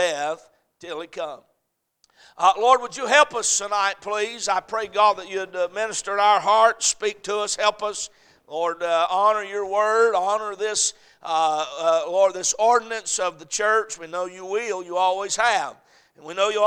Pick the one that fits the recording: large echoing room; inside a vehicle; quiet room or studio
large echoing room